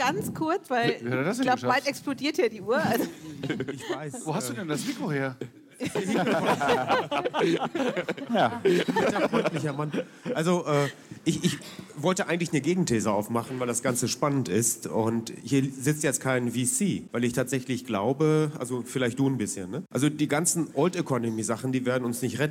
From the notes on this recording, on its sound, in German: Diese Episode ist ein Audio-Mitschnitt des gleichnamigen Panels aus dem Payment & Banking Event "Banking Exchange: The BEX Files", das im Juni 2022 in Frankfurt am Main stattfand.